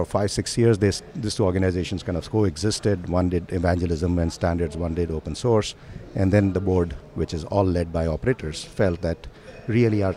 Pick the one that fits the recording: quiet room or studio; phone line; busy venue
busy venue